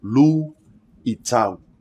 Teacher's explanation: The glottal stop in luitau means we have separate syllables. Lu itau.